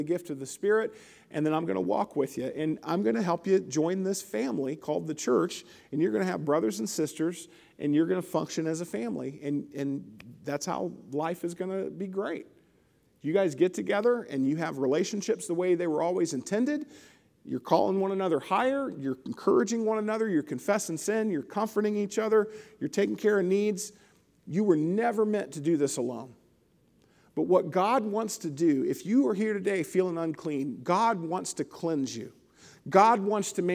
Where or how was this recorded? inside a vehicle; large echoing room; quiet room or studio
large echoing room